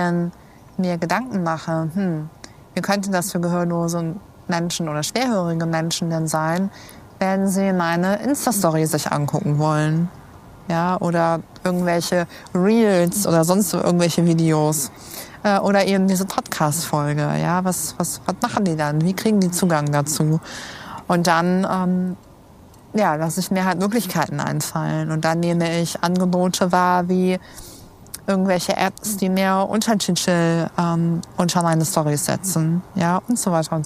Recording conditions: outdoors